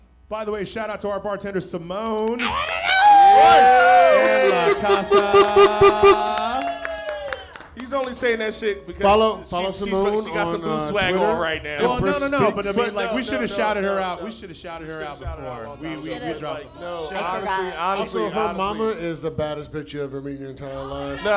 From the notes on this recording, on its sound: The District Of Misfits Show Live From DC9, WASHINGTON DC. Coming to you LIVE from DC9!